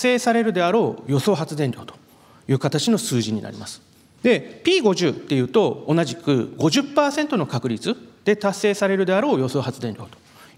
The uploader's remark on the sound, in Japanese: 東京証券取引所で開催した「J-REITファン2018」に登壇した